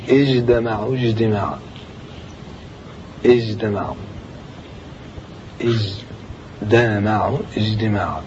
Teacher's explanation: وقلبها دالا أتى سماعا عن بعضهم كاجتمعوا اجتماع. إذا أتت بعد الجيم قد تقلب دالا عند بعضهم